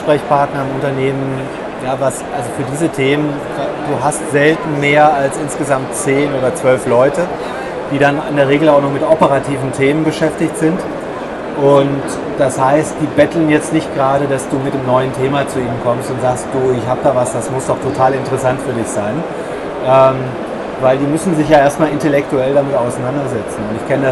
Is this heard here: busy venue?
yes